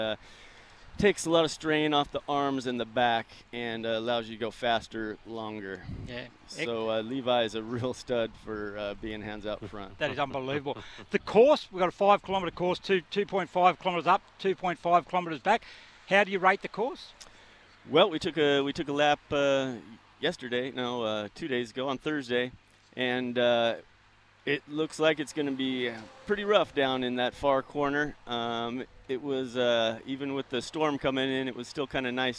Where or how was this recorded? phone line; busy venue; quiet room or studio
busy venue